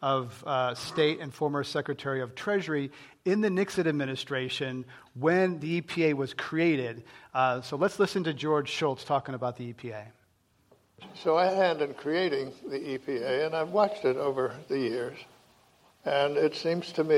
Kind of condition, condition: setting, live audience